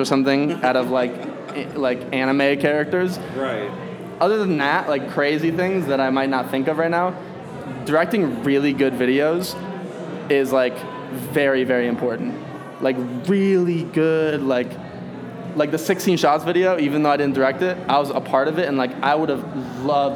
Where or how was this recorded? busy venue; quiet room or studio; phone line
busy venue